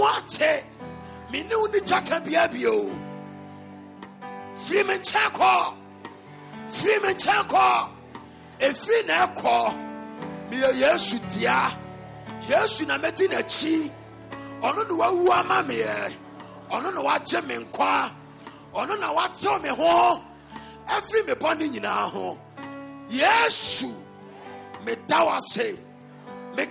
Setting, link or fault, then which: setting, live audience